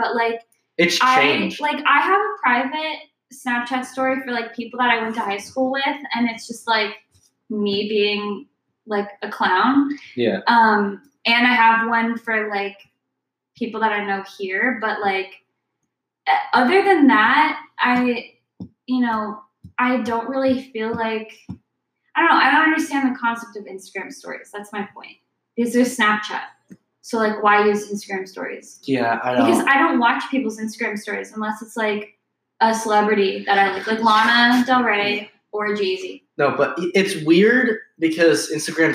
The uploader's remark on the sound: sorry for poor sound quality